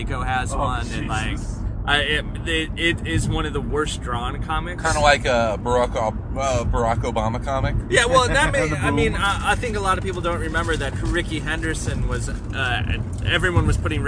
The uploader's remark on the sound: Join three friends as they drive from Chicago to Milwaukee. Travel the treacherous span of I-94.